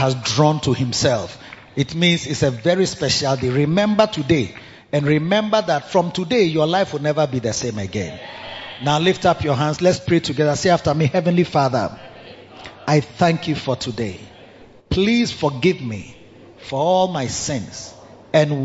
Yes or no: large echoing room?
yes